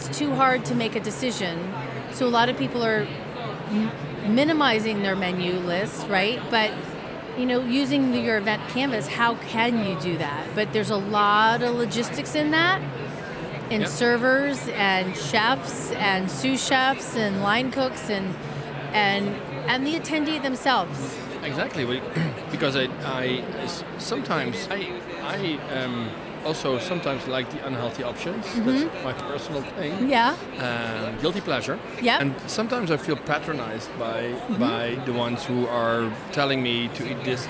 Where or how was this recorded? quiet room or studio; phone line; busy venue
busy venue